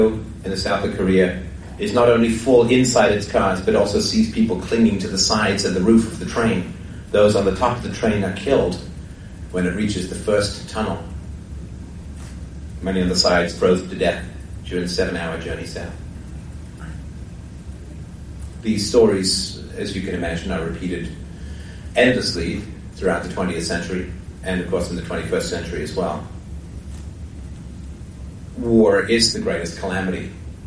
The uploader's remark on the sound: Speech recorded on April 12th at the Toronto Bitcoin Expo 2014.